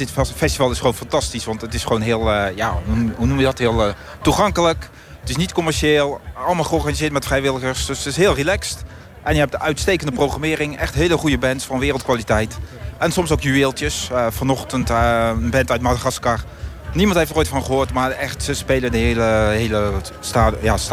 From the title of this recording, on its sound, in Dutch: Vanuit het Afrikafestival in Hertme (7 juli 2019)